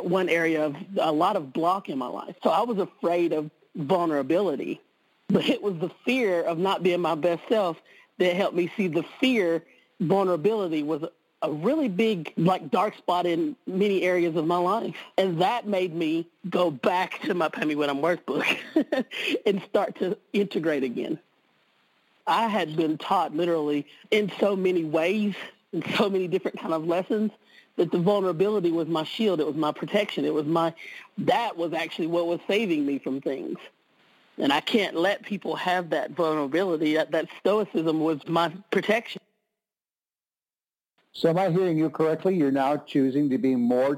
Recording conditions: phone line